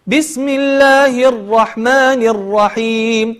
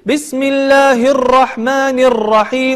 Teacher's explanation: نعم، أخي الكريم، في الاستعاذة والبسملة حرف الراء يعني خفف من تكريره، ليس بهذه الطريقة، حاول أن تقول أعوذ بالله من الشيطان الرجيم، الراء الراء فيه تكرير لكن خفيف جدا · Shown in: first take